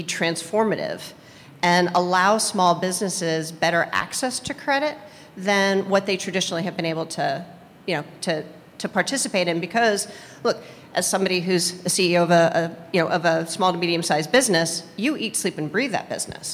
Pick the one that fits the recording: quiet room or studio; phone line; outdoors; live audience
live audience